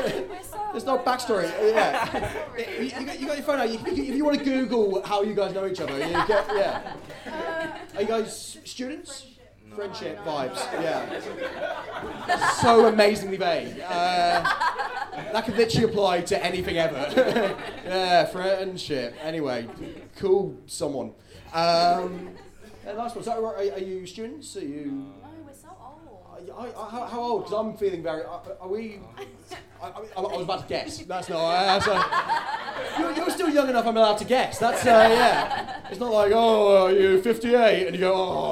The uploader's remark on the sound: Recorded live at the Kingdowns Wine Vaults.